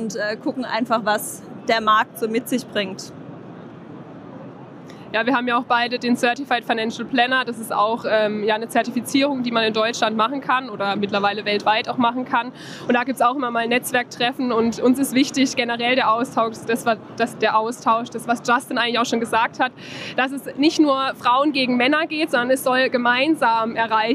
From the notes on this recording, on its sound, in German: aufgezeichnet auf der diesjährigen DKM